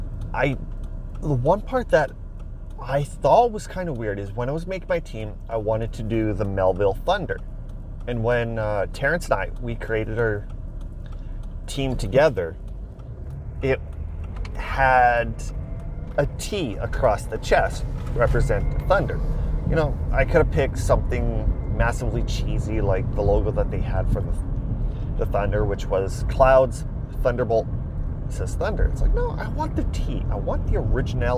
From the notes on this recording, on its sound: Audio quality is not studio produced but rather produced in a moving mini van which decreases the quality. Every episode quality will vary from time to time as it depends on the equipment that is available as well as the outside weather. The weather could add extra wind noise to rain falling on the windshield to other vehicles driving by.